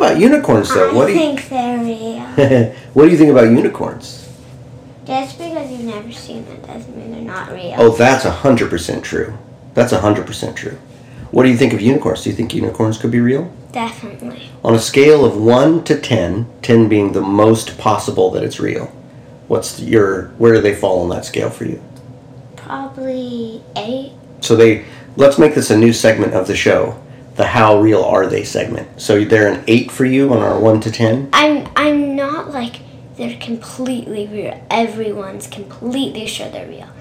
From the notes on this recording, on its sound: The sound quality will be better in about three more episodes, when we switch to better mics.